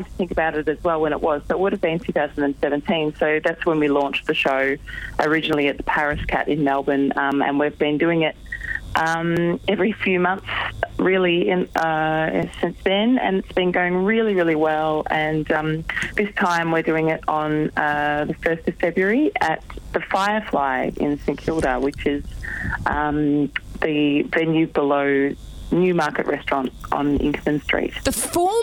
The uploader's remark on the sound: phones in to The G-Spot for a chat